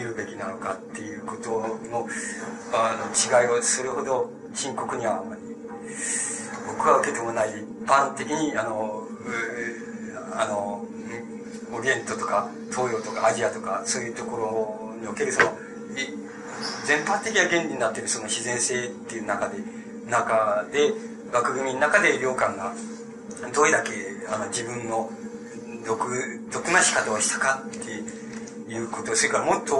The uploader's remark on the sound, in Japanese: 場所：新潟県三島郡出雲崎町・光照寺。良寛が剃髪を行った寺院である 新潟県の光照寺で行われた講演。音源は主催者提供。周辺ノイズが入るがクリア。質疑応答はオフマイク。テープチェンジで欠けた部分を 別のテープで埋め合わせているため 音質が変わる個所がある。